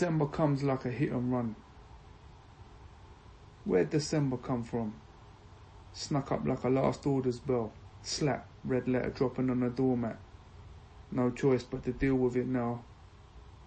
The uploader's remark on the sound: I’m currently out in America, on my honeymoon. This is also being recorded on my phone, on a new piece of kit I got to help me live-stream but so far it’s not worked, so I’m back to the trust voice-notes.